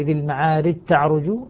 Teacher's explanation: فأدغم الجيم في التاء